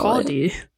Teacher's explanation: You just don't say the L.